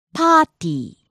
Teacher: Starts high, drops low on the second syllable, and stays low.